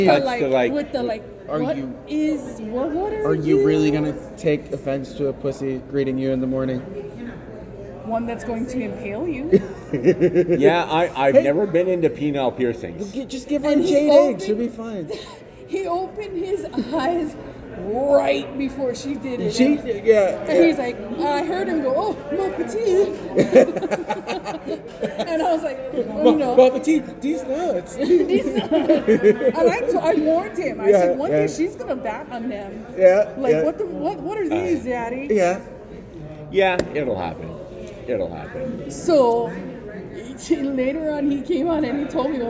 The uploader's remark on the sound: Your squirrels went out for our weekly cheat meal and decided to record a couple episodes right there on location at the Rio Hotel and Casino.